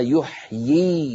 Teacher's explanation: فهنا عندنا يحيي كتبوها بياء واحدة، لكن القراء أجمعين يقرؤونها يحيي بياءين، الأولى مكسورة والثانية ساكنة